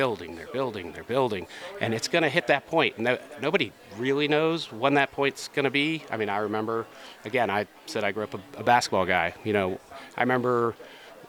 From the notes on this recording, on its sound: Recorded live at Advertising Week New York 2023